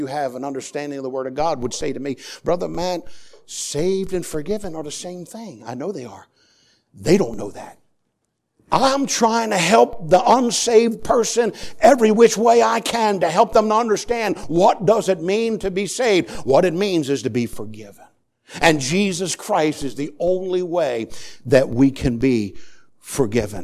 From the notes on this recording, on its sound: Sermon preached on Sunday Morning. At the First Baptist Church of Easton.